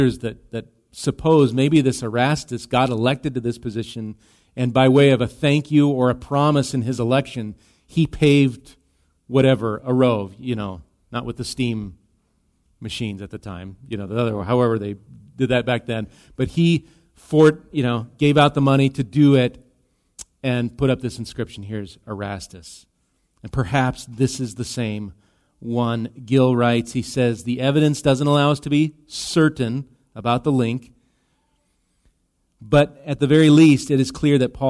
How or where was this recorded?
large echoing room